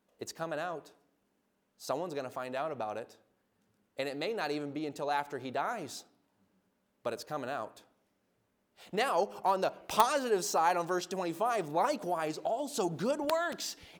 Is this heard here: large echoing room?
yes